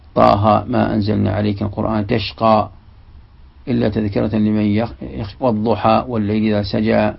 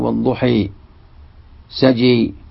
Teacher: يفتحون الألف المقصورة عند قريش وأهل الحجاز · Shown in: first take · وأما الإمالة لغة عامة أهل نجد، عامة أهل نجد يميلون من تميم، تميل تميل، وأسد وقيس، يقولون مثلا والضحى، يقول والضحي سجي وهكذا، وما ما ودعك ربك وما قلي وهكذا، يميلون الألف المقصورة لتشقي. · Term: الفتح